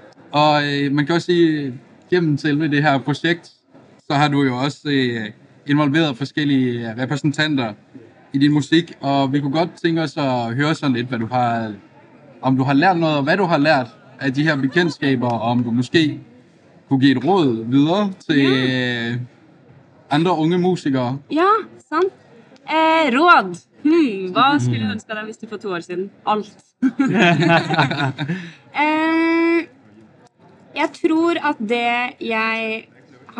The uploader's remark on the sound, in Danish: I vores andet interview på SPOT Festival.